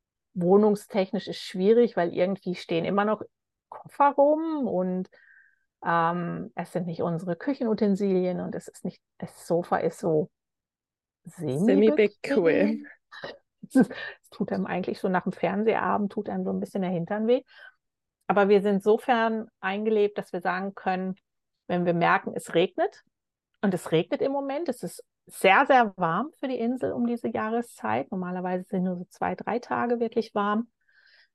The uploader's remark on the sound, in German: Live aus Hawaii. Dank Zoom war es überhaupt kein Problem, diese grenzüberschreitende Verbindung herzustellen.